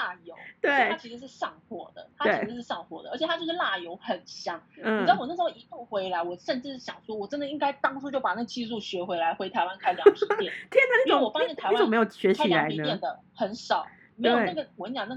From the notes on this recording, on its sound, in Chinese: 錄製時間為2021.06.08線上錄製，有錄製品質或時間差問題，請大家多多見諒！